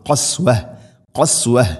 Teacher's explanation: വഖഫ് ചെയ്യുമ്പോൾ ഖസ്വത് എന്നല്ല പറയേണ്ടത്, തായിനെ കേൾക്കരുത്, അഥവാ ഹ ആയിട്ട് ഹ ഒരു സുക്കൂൻ വരുന്ന രൂപമാണ് ഖസ്വ ഖസ്വ.